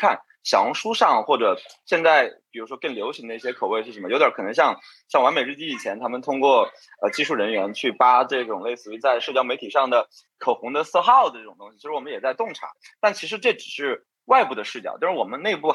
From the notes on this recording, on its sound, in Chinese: 本期内容是CBNData「新消费“真”言·系列云上对谈」圆桌对谈第三场直播实录。